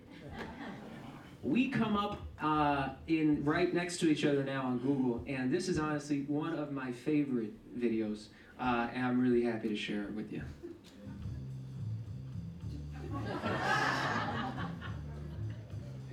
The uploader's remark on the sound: a full audio version of the November 20th, 2014 Harvard Kennedy School event